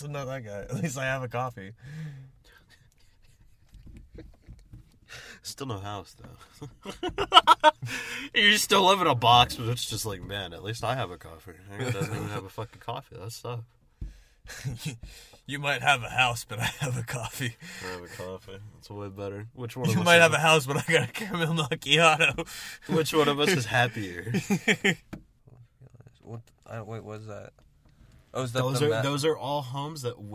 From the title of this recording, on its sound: From the Car